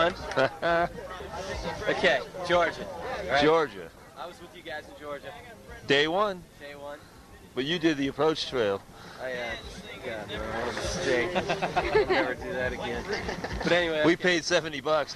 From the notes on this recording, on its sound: It was recorded at Trail Days. In Damascus, Virginia. The interview was done in a field, with a small handheld mic and cassette tape recorder. Don't expect high fidelity.